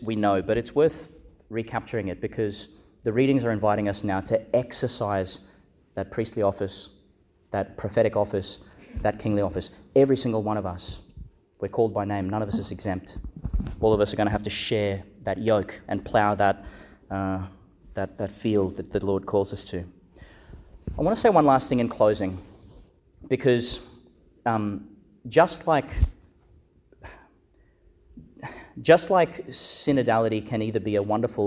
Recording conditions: large echoing room